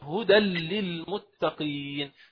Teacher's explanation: مباشرة من الدال للام دون غنة أبدا · Term: الإدغام الكامل بلا غنة